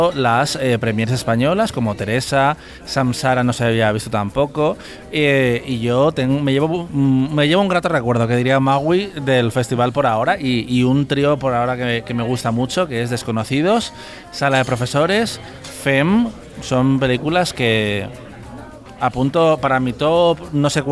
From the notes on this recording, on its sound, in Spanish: Pilla al equipo del programa en el ecuador de la Seminci de Valladolid. En una grabación en mitad del salón de mesas del restaurante 'Don Bacalao'.